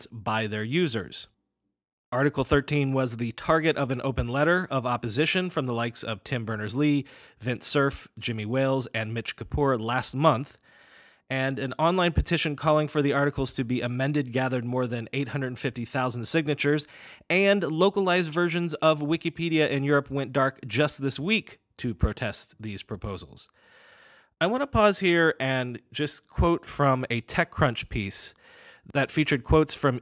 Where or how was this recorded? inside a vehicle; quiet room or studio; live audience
quiet room or studio